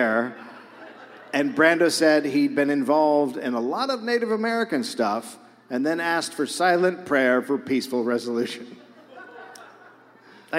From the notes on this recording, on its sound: Recorded live in Madison.